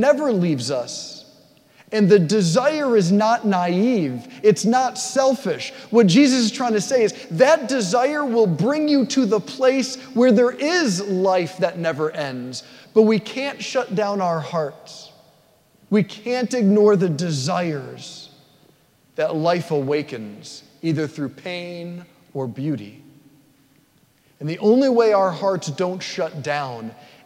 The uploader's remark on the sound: at St Basil the Great Catholic Church in Brecksville, OH.